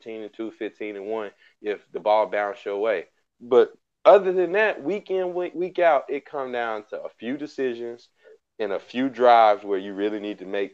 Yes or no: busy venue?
no